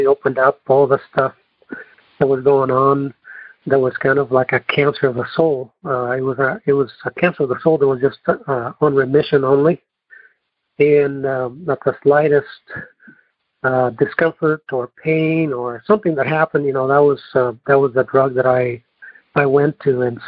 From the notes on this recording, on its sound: Noon Phone Speaker Meeting